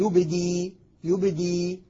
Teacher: أقف بياء مادية، والياء المادية لا تقبل الحركة ولا شبه الحركة · Term: المذهب القياسي